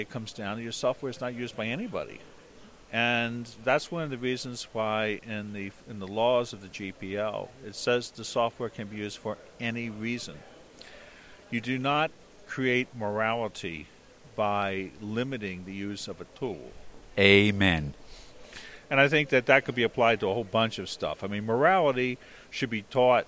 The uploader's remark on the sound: HPR1209: Northeast Linux Fest 2013 p2-3. "Live" reports from "The northeast GNU/Linux fest".